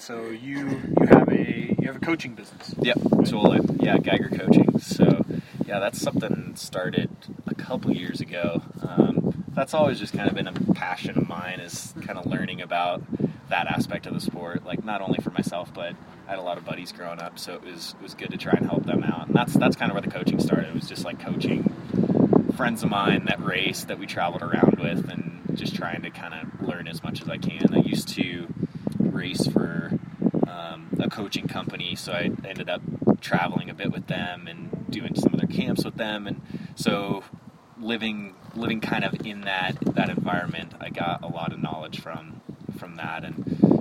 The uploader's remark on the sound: The wind has many other plans. I am still learning all about the audio side of things.